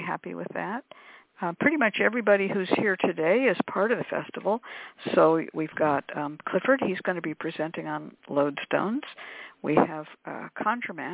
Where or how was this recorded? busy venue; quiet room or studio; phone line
phone line